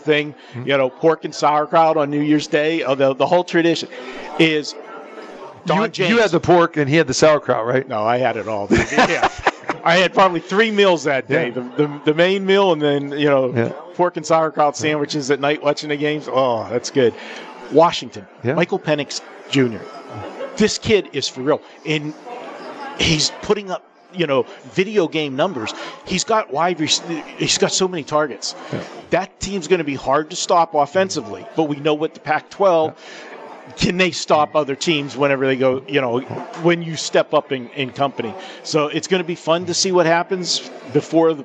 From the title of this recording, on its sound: Live from the Super Book at the Westgate Las Vegas